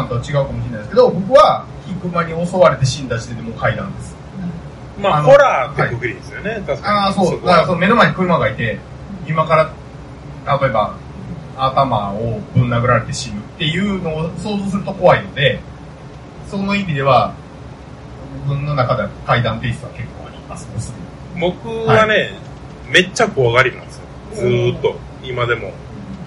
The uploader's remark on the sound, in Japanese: 公録音源にBGMが入ってしまっており、お蔵入りかと思われましたが、音質が悪いながらもバックアップが録れておりました。